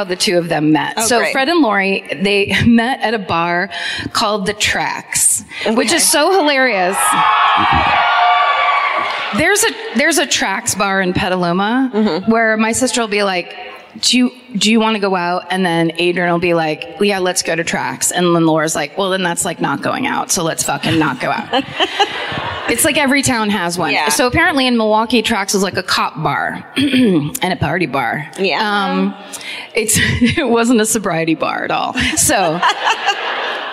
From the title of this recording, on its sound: Live at the Riverside Theater in Milwaukee